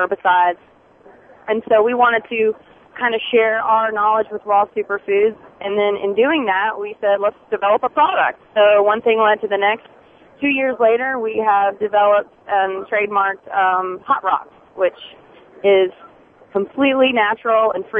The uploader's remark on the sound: This show will air live from the Adult Entertainment Expo in Las Vegas.